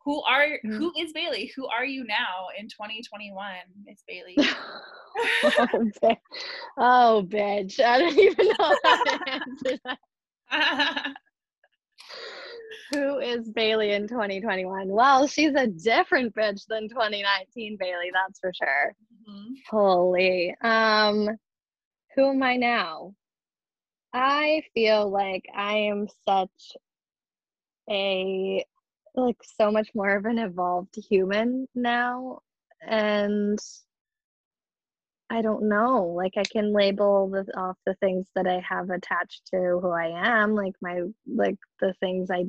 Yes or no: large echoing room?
no